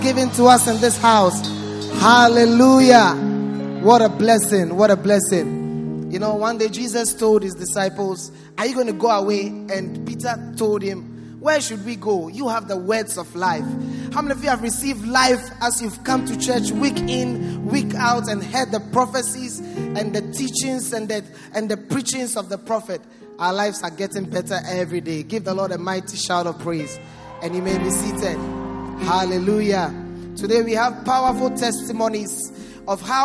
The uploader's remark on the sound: Preached at the First Love Center Accra Ghana